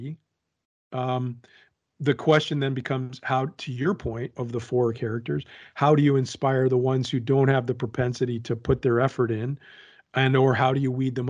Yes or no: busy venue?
no